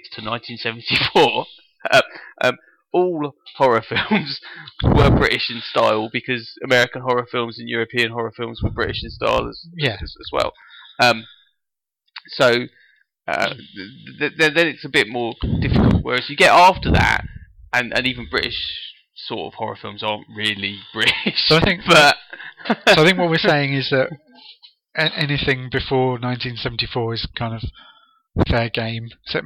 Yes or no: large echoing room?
no